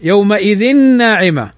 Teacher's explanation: تنوين أتى بعده النون، والنون من حروف الإدغام · Term: الإدغام بغنة